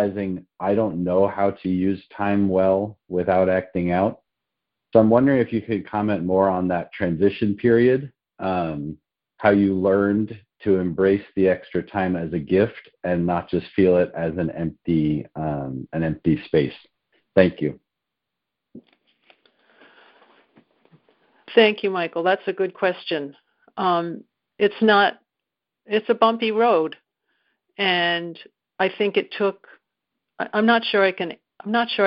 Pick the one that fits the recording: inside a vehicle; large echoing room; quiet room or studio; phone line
phone line